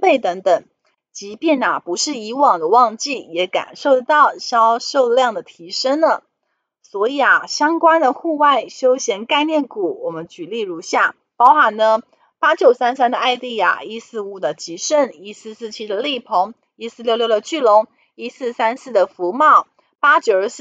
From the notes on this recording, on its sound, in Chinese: 本集有些許雜音，已亟力避免，如有察覺請多多包涵